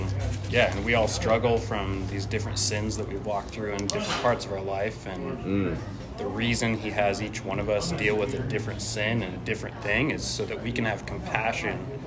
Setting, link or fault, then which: setting, busy venue